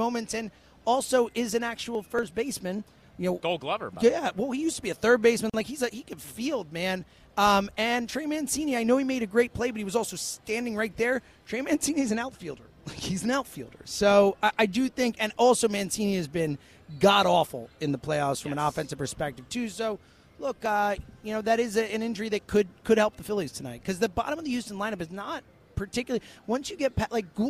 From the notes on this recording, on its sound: live from Parx Casino